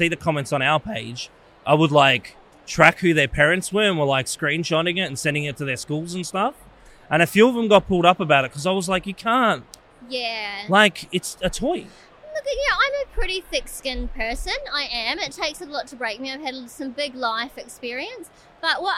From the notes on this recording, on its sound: filming live on location at Brickvention 2023